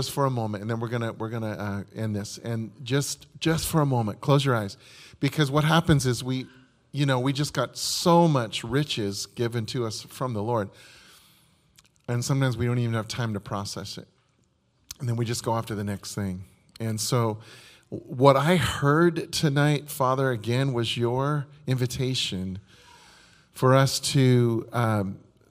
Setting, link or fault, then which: setting, large echoing room